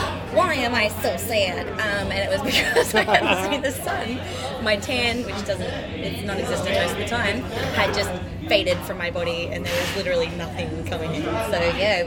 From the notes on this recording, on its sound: There is a lot of background noise, which gets louder as the episode progresses.